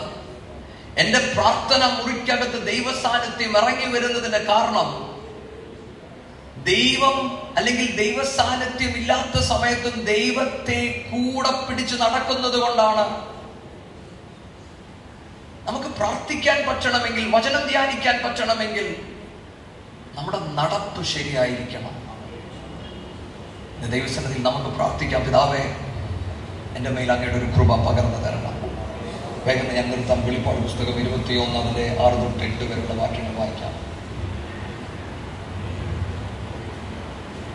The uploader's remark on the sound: Sermon preached at IPC Tabor church